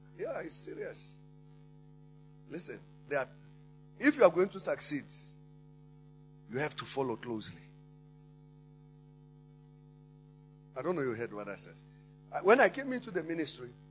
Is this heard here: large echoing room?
yes